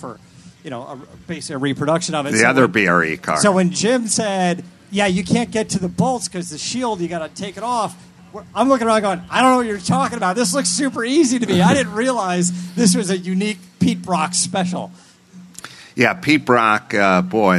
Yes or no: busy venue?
yes